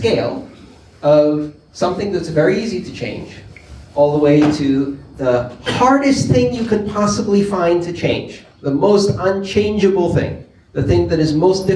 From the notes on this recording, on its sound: The Silicon Valley Bitcoin Meetup group. Followed by audience Q&A.